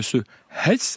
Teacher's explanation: On prononce le H, on l'aspire en fait